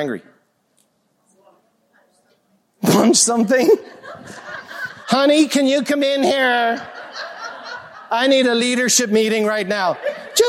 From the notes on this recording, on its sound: a live recording from Peak Experience